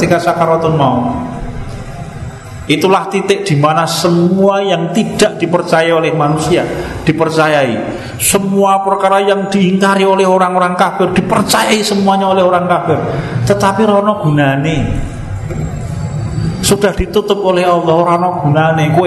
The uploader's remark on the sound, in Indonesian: Di Masjid Danunegaran, Mantrijeron, Yogyakarta rutin setiap hari Selasa selepas sholat magrib sampai dengan isya yang diselenggarakan oleh FKAM Yogyakarta dan Takmir Masjid Danunegaran.